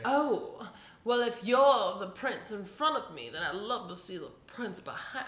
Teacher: You have an English accent, you have the English dialect, you have the breathy Mae West overlay on top of it. It was like all perfect combinations of Southern belle and British royalty mixed together.